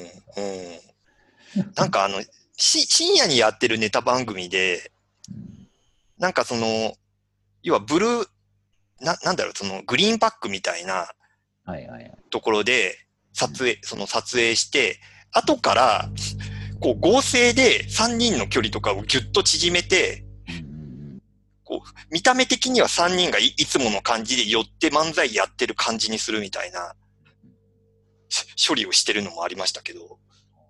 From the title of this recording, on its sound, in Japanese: リモート収録